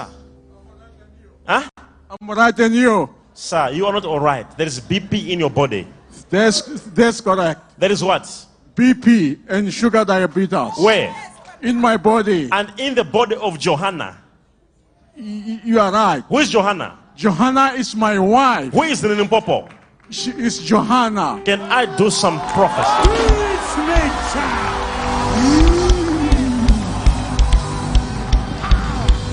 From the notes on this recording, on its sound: LIVE MID WEEK SERVICE| ECG CHURCH